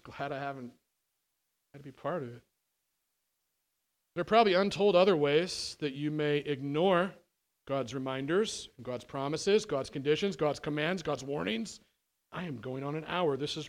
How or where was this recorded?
large echoing room